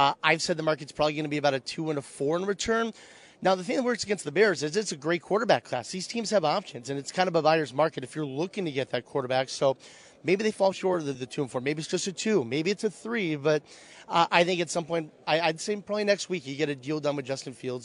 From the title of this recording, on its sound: live from the draft combine